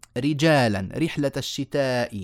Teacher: فكل هذه الراءات مرققة لأنها مكسورة